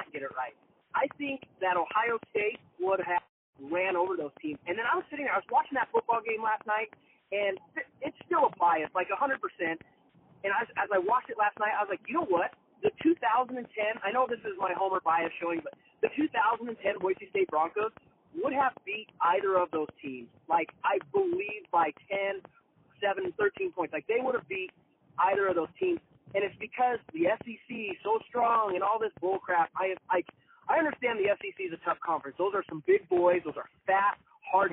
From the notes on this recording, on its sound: over the phone